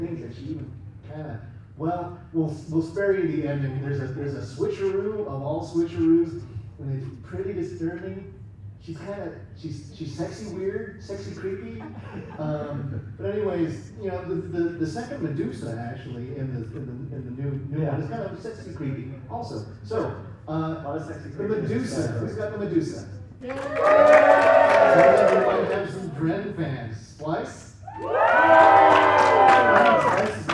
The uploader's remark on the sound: A live audience of about 150 got to hoot and holler for their favorite monsters and selecting a creature feature champion.